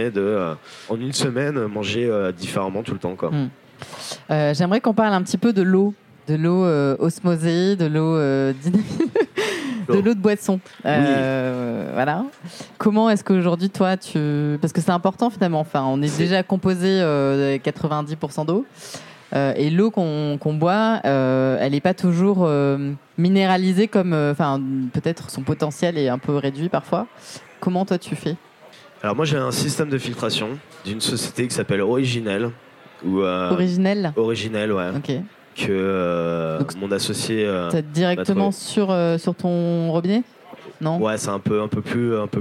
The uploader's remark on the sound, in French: Débat enregistré en public à la REcyclerie.